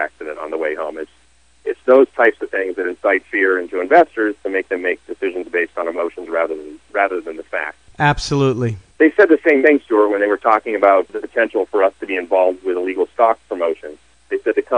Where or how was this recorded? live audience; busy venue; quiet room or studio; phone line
phone line